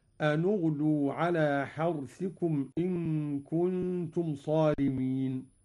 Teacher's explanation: قوله تعالى: أن اغدوا على حرثكم. قرأ قالون بضم أولى الساكنين وهو النون، هكذا أن اغدوا على حرثكم إن كنتم صارمين.